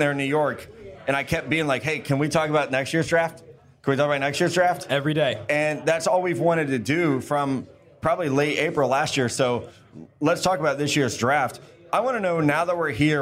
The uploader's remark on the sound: The crew is in Mobile, AL! Our first Senior Bowl show comes live from Draft Picks Taproom, in the heart of the action. Answer the crowd's #DraftOnDraft question.